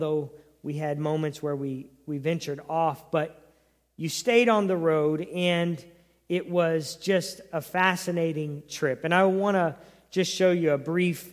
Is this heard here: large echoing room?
yes